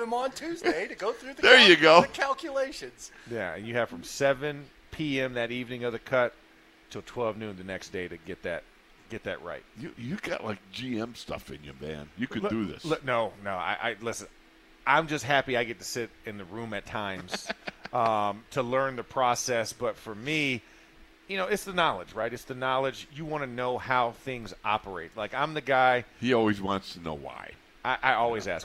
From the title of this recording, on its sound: ITL Live from Steelers Camp Day 15